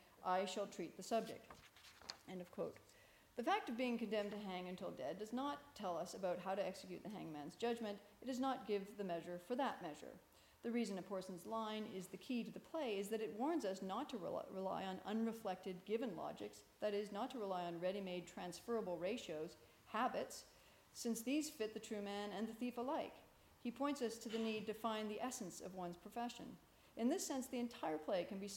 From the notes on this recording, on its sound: This talk is part of the Shakespeare and Hegel symposium, held at Garrick's Temple to Shakespeare (Hampton, London) on April 1, 2017.